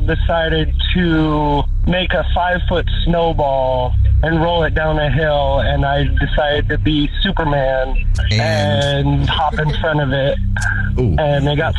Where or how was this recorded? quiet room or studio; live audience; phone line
phone line